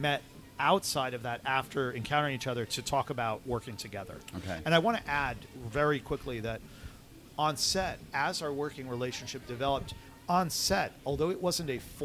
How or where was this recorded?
busy venue